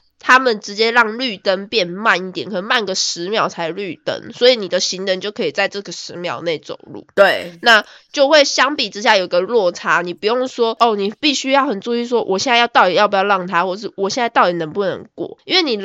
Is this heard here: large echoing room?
no